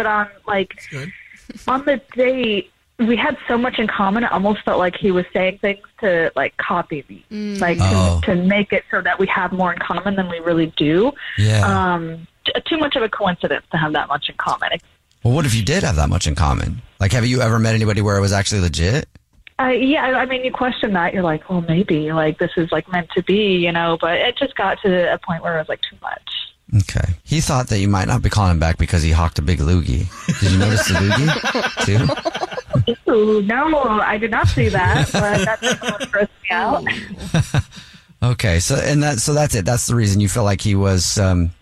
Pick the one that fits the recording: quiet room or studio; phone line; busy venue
phone line